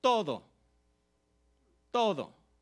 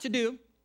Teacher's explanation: you want to think of kind of softening that D. So it's more of a TH sound. · Shown in: first take